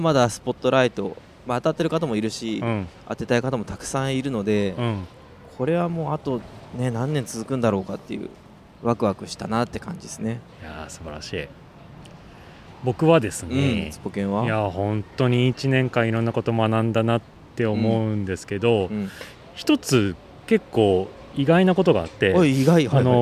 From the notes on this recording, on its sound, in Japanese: 春の日差しが暖かな公園での収録も後編です。